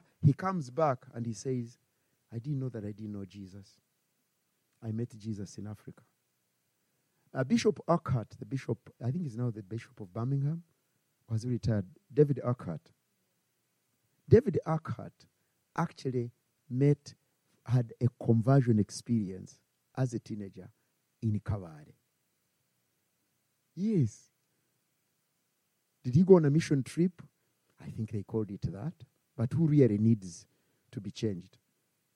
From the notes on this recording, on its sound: Recorded on Saturday 5 November 2022 at Christ Church Winchester.